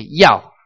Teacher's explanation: And so it's like you're shouting at somebody. Your voice is going to drop. So it starts at 60 and you drop down to 30. · Term: fourth tones